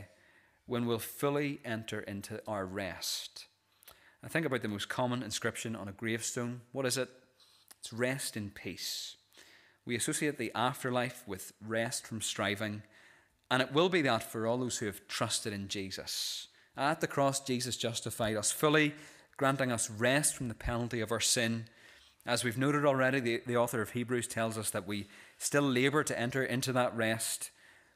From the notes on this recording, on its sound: This is the recording of the Bible reading and sermon from our evening service on Sunday 26th November 2023.